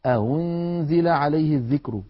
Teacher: إن كانت الهمزة مضمومة يكون تسهيلها بين الهمزة المحققة والواو · Term: الهمزة المسهلة